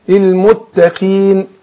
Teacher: القاف المكسوره بتاخد ادنى درجات تفخيم